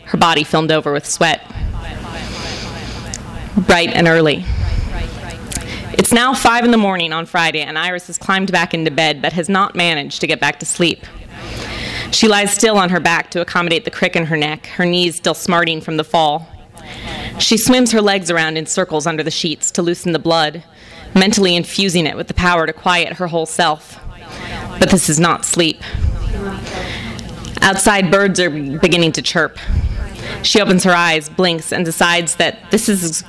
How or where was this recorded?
live audience